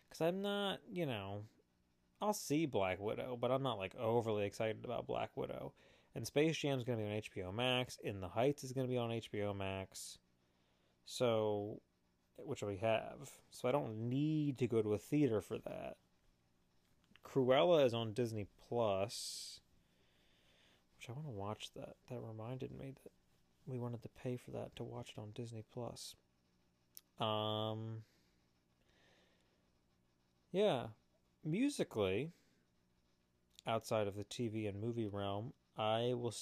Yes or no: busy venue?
no